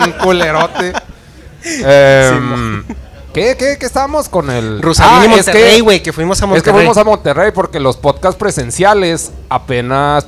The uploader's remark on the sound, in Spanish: Episodio Especial En Vivo Desde El Dragon Rojo.